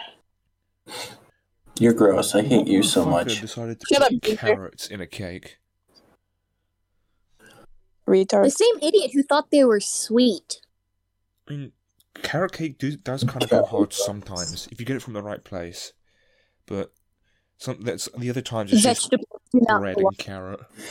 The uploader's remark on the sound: This is an audio hate crime. We're sorry to the headphone users listening to this.